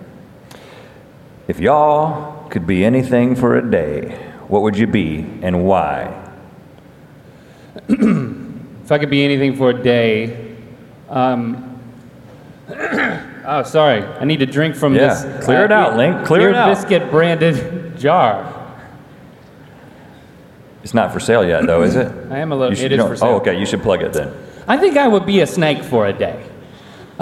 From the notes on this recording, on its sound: Live from VidCon. Fan Q&A From VidCon.